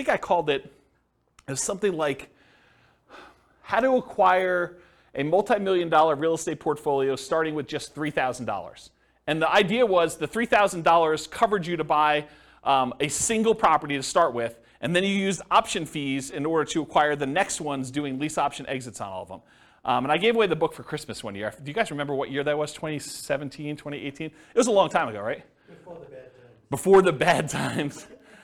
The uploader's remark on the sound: This was a live class recorded